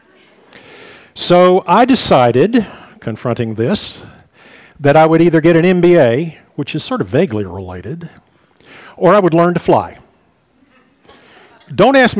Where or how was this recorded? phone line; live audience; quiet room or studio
live audience